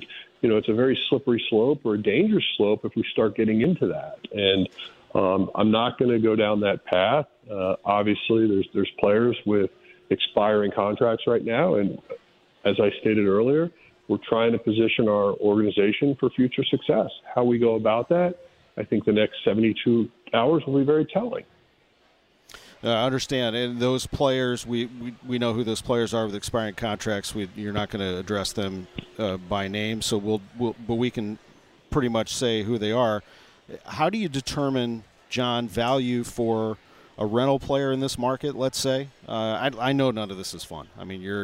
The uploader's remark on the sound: live from Cardinals Nation inside Ballpark Village